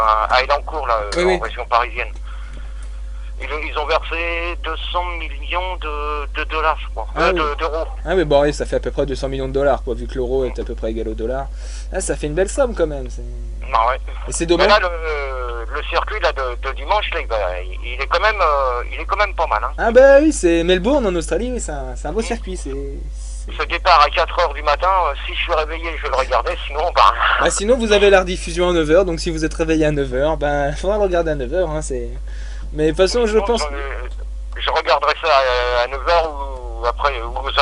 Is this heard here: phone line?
yes